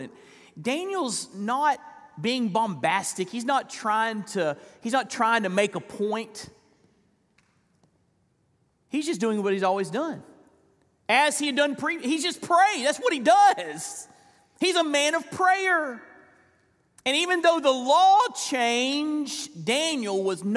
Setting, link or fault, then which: setting, live audience